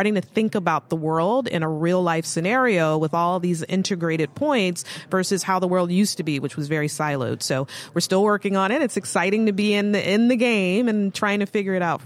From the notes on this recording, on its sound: Live from the eTail East trade show in Boston, MA. Live from the eTail East trade show in Boston, MA.